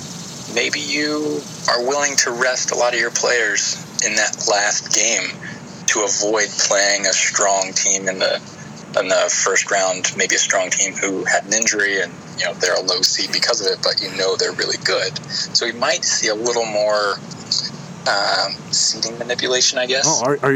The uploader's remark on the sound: I took the show on location...outdoors at Hiram College!